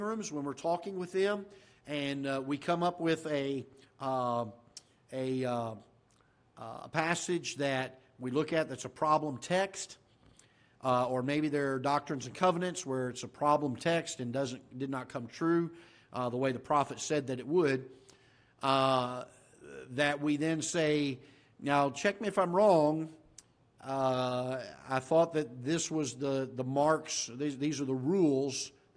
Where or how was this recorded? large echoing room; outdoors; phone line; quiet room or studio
large echoing room